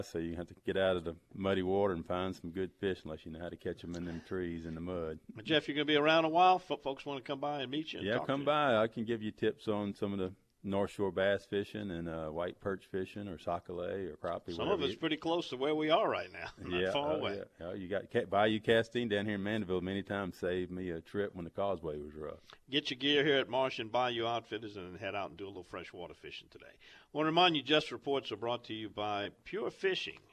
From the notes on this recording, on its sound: This week, live from Marsh & Bayou in Mandeville.